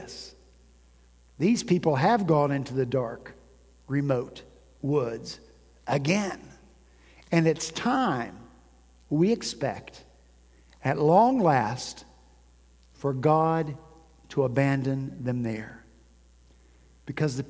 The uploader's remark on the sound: At Redeemer Presbyterian Church in Charleston, SC